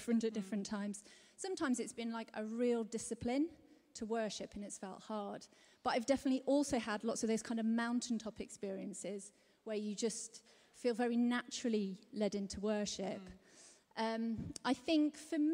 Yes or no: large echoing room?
yes